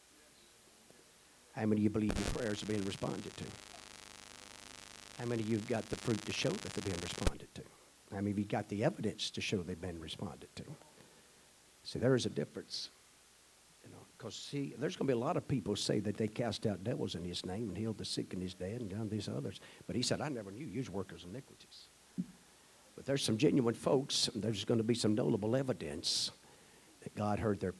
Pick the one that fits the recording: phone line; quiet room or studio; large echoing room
large echoing room